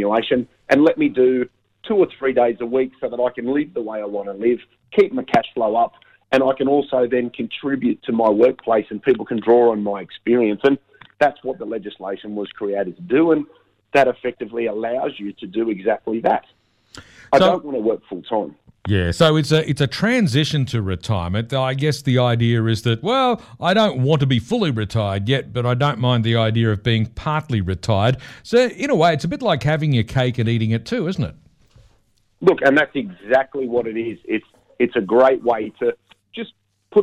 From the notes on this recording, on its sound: Unfortunately with Canberra in a Covid lockdown. By phone this week.